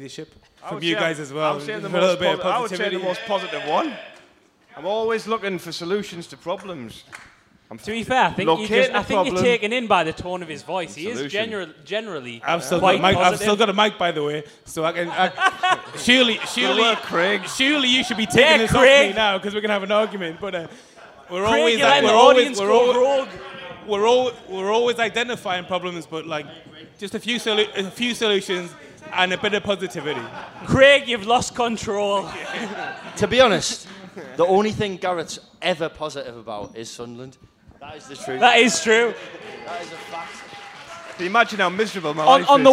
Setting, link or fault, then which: setting, live audience